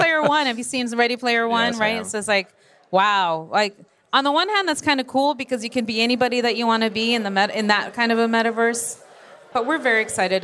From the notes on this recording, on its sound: This episode of Over the Edge was recorded live at Edge Computing World.